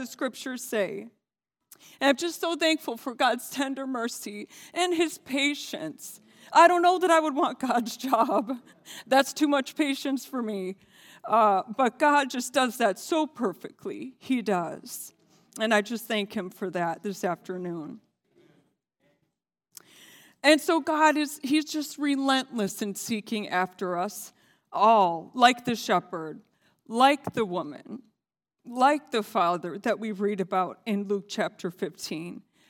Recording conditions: large echoing room